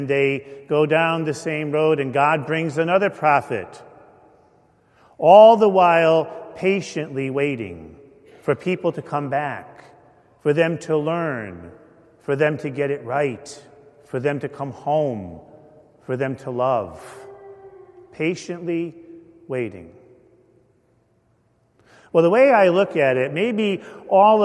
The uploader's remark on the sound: Homily delivered at a Mass of Healing for Victims of Abuse, celebrated at St. Paul Church in Glastonbury, CT.